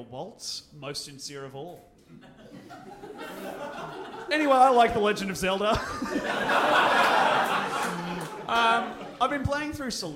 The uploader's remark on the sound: This is our Brisbane live show